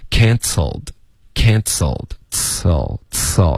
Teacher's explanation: Can 结尾的 n can 舌尖顶上颚，接着发嘶的时候呢，就有点轻轻的嘶嘶的这个爆破。Cancelled, cancelled, cell, cell 开头嘶爆破进去。Cancelled done 也要注意别发成 done，也不是 done， OK 是 done，舌尖要顶上颚，donedone。Cancelled on me.